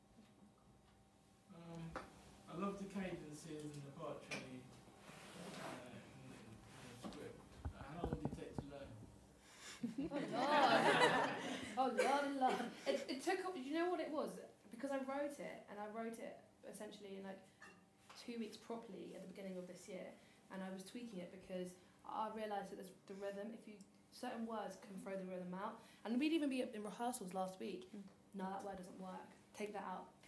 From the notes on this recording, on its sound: I met up and chatted to the creative team of Quarter Life Crisis at Ovalhouse as part of their post show Q&A.